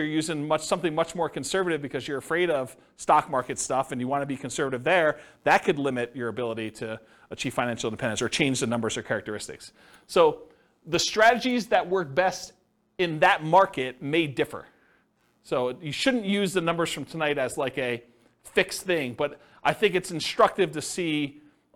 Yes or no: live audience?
yes